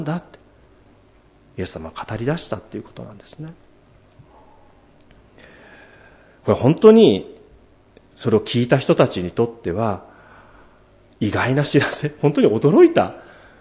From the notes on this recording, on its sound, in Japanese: 主日礼拝説教録音